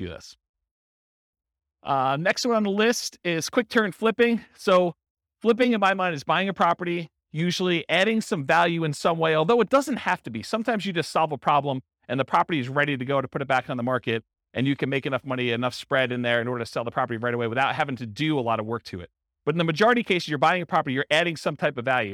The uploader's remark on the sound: Real estate investors and real estate entrepreneurs in Durham, North Carolina. This was a live class recorded.